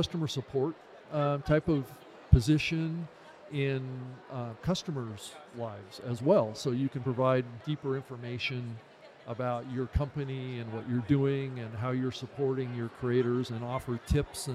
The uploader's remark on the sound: Live in London. Islington's Business Design Centre became the backdrop for Europe's new breakthrough event for the podcasting community: 350+ world-class speakers, 150+ panels and sessions, global industry brands, networking, mentoring and a whole host more across 2 days. Podcast Radio was on-site and in-action, chatting to the movers and shakers of the podcasting world.